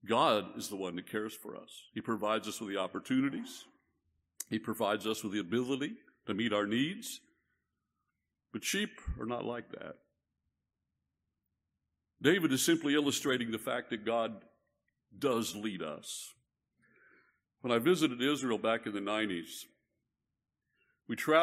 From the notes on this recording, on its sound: This message was preached at Northside Baptist Church in Conroe, Texas.